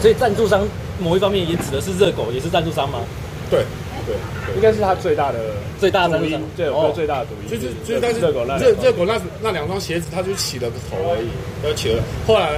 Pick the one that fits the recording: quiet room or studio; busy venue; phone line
busy venue